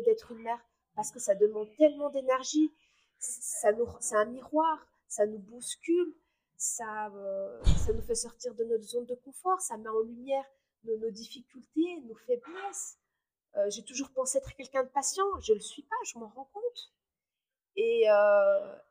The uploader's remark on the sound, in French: Je m'excuse pour les bruits de fond et de micro